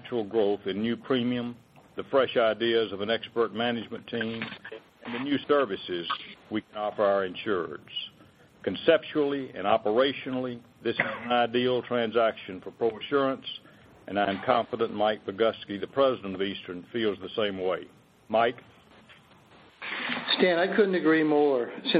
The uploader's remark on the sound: ProAssurance Corporation To Acquire Eastern Insurance Holdings Conference Call.